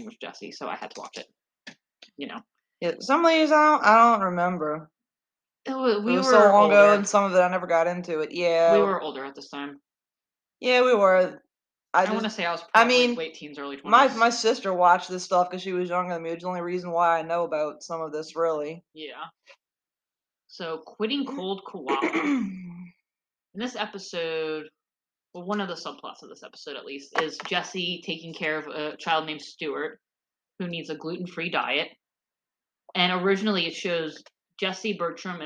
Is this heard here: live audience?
no